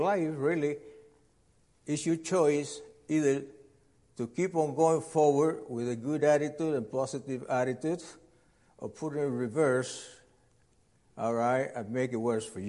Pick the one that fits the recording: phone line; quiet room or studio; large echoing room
large echoing room